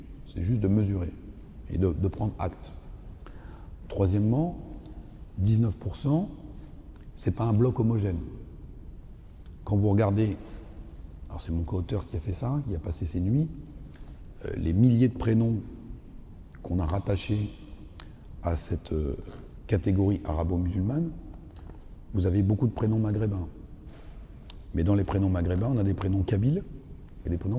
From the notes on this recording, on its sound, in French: Une conférence organisée par la librairie Jean Calvin et l'Église protestante unie de l'Etoile.